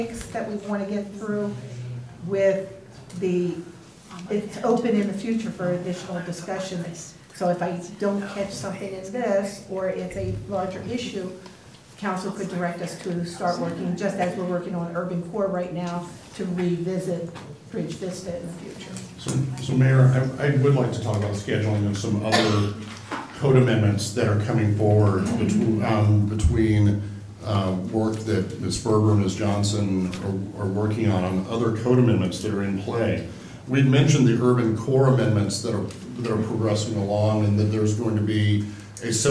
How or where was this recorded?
large echoing room